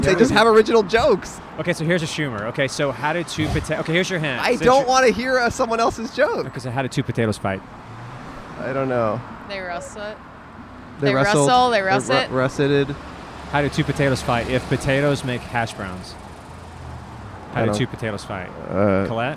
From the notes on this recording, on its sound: Recorded on 5/22/21 in front of The Pleasure Chest on Santa Monica Blvd in West Hollywood.